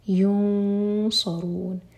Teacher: نون کی آواز کو چھپائیں گے اور صاد کے لیے زبان تیار رکھیں گے تو ہیوی اخفا ہوگا یہاں پر، اور ان میں مد عارض